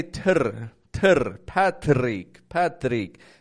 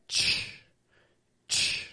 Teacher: You see, when T is followed by R, we push the lips out. And instead of making a regular T sound, we kind of have the lips transitioning into a bit of a W · Shown in: second take